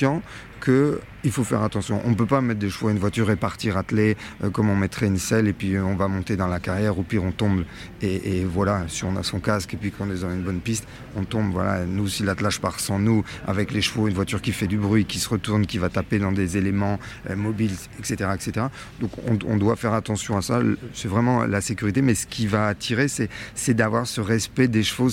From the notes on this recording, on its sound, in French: En immersion au CHI de Genève. Nous sommes en direct du CHI de Genève.